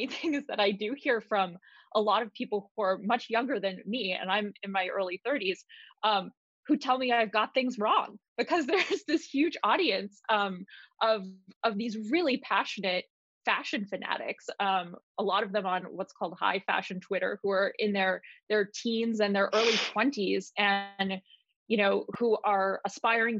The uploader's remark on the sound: LONDON, United Kingdom. Virtual panel discussion.